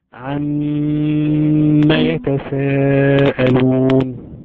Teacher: ادي ميم مشدده زي ما اقول بنغنيها بمقدار حركتين · Term: الغنة